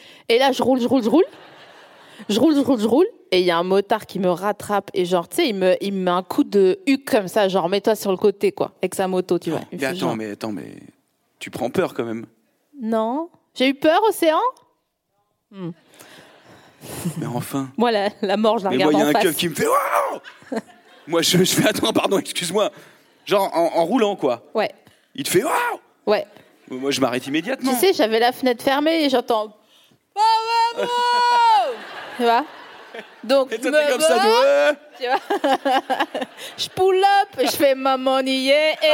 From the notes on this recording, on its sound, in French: Produit par Binge Audio. Enregistré le 10 octobre 2022 à la Scala Paris.